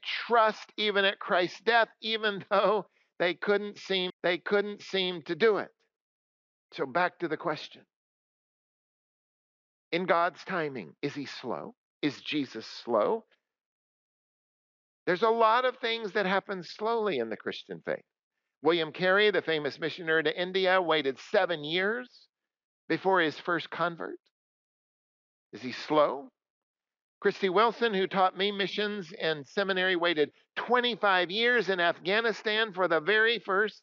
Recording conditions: large echoing room